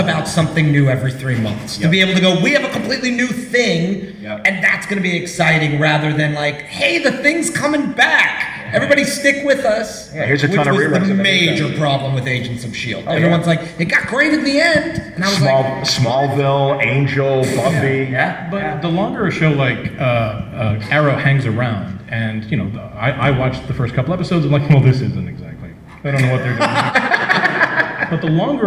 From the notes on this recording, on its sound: the 9th Annual Podcasting panel at San Diego’s Comic-Con International